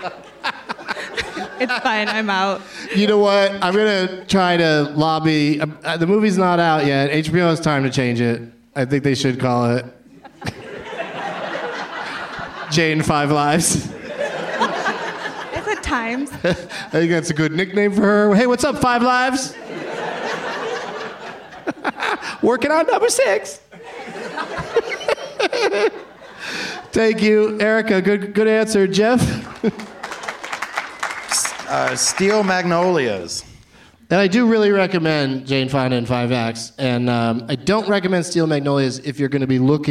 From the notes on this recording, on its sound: Live from the Traverse City Film Festival